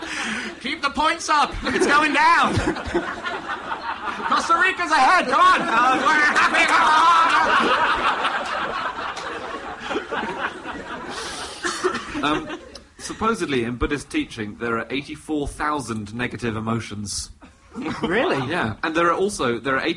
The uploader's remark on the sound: Live at the Soho Theatre